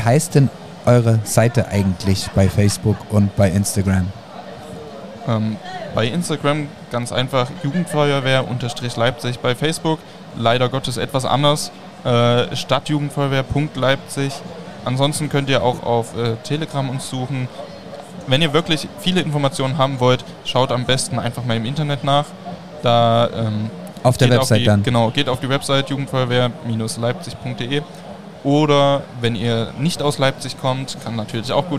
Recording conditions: busy venue